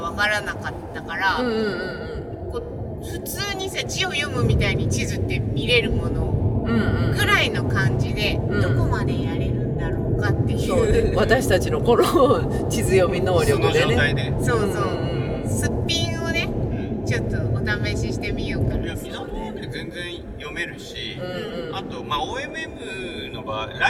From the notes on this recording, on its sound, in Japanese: 2023年7月22〜23日に開催されたOMM LITE＆BIKE 2023に参加して、道中で収録してきました。会場の白馬村まで車で12時間。行きの車中、1日目の終了後、帰りの車中の3回にわけて収録しています。車中では雑音が多く、ノイズキャンセルしたらエコーかかったような音声になっています。